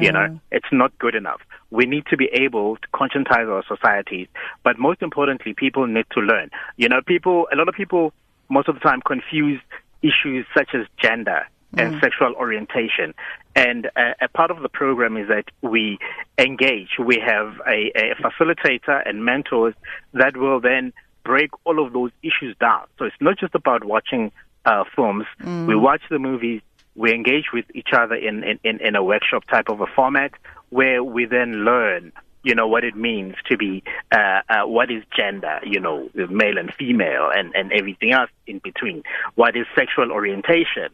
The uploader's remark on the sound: joined on the line